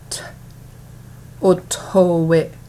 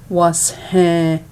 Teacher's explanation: The combinations are easy, since we usually pronounce T in English with a slight puff of breath, as in the word tight. In Seneca, the puff of breath just needs to be a little stronger.